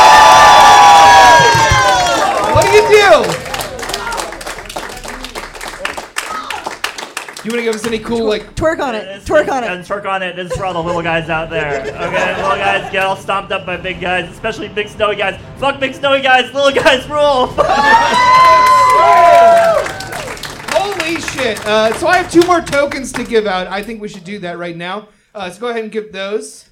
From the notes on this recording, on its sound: from our new live show, Thirst For Adventure!